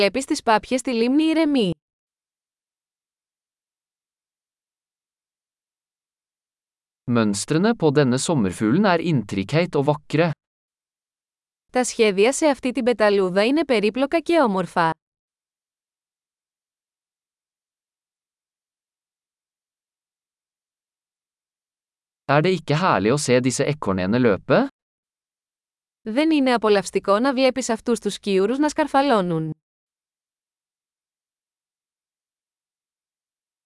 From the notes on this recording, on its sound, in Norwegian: Lyden av den ravende bekken er terapeutisk.